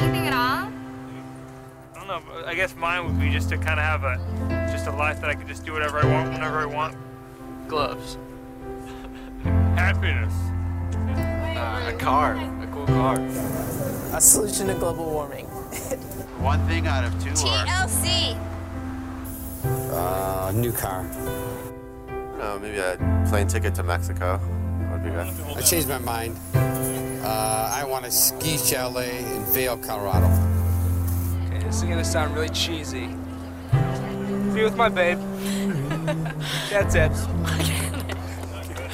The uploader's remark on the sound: Well this was the same question asked to people walking along the streets of Chicago.